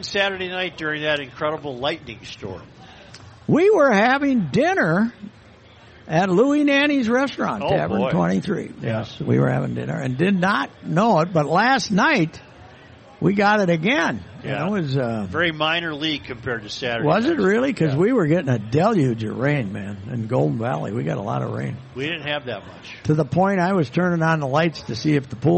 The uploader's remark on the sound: broadcasting live from the MN State Fair